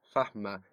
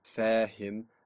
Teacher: In fahma it's slightly shorter and more like an a, and in fahim longer and more like an e.